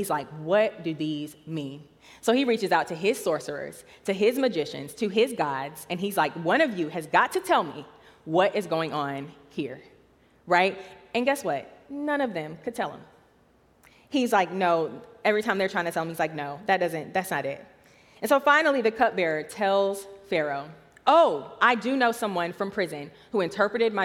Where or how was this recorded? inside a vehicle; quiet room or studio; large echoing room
large echoing room